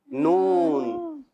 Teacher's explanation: جب زبان کا کنارہ انیاب سے ثنایا تک کے مسوڑوں میں لگتا ہے